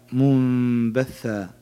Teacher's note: نون ساكنة بعدها باء وهو حرف الإقلاب، يقلب ميم مع الغنة.